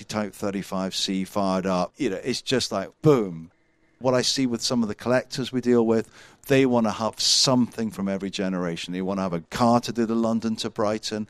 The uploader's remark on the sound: Recorded at the Concours of Elegance at Hampton Court Palace